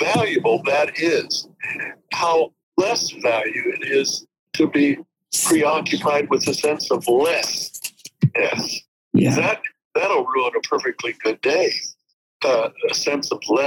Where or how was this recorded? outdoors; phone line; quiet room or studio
phone line